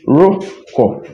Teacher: You could see there is this vowel harmony in it, because mo, the vowel in mo is o, which is a rounded vowel and also an unadvanced vowel. And then we also have ro, which is also having o, which is also an unadvanced vowel.